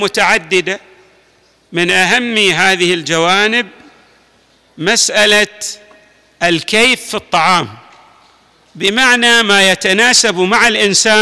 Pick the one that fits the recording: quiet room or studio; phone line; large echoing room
large echoing room